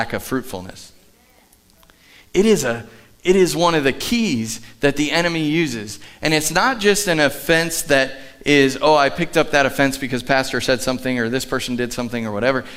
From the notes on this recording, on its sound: Sunday Morning at The Summit. Live from The Summit Church in Dover, OH.